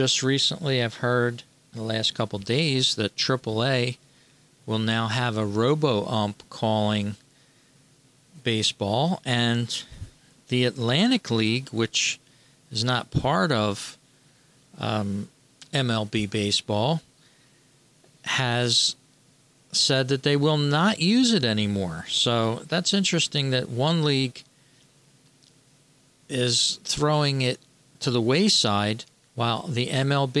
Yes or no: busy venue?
no